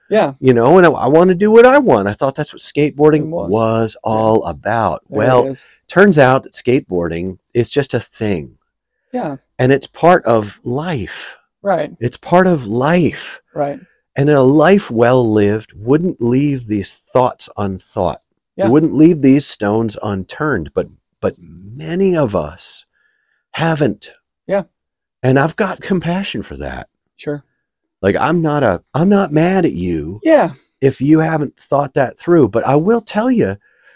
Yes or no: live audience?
no